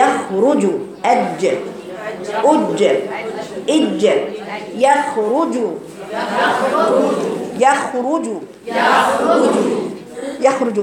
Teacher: الجيم حرف شديد قوي تخبطي بلسانك سقف حنكك لازم القفلة دي